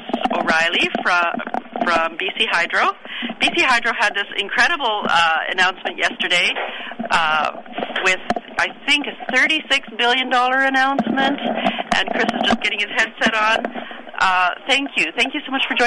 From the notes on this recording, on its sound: live from the BC Natural Resources Forum